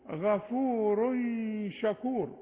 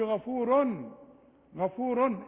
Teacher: اللي بيجيني التنوين اللي بيتولد التنوين بيولد لنا نون، يعني غفور، غفورا، غفور، ده تنوين. تنوين وبعده حرف شين نغن ونخفي · Shown in: first take · نقول غفور شكور، ومقولش غفور، غفور ما استعملش لساني.